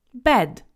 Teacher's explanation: It's a short vowel. It's very similar to the Polish e sound.